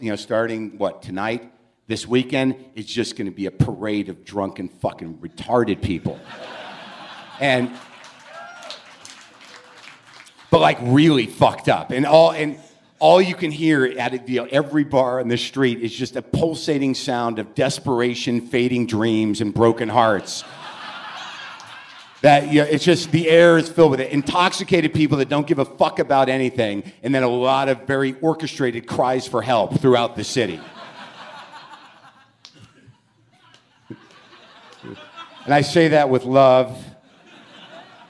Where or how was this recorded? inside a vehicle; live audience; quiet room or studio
live audience